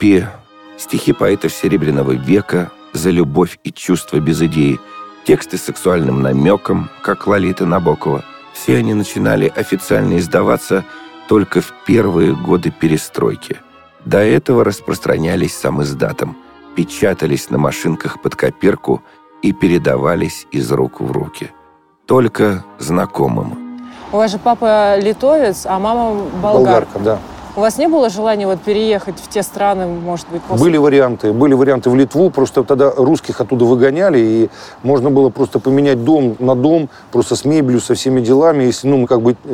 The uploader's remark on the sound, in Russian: Интервью с ним мы записывали в парке, в перерыве между съемками нового фильма, которые шли у него с самого утра. Поэтому звуки все настоящие - пение птиц, голоса прохожих, шум машин и летнего дождя, который начался в середине разговора и закончился в конце.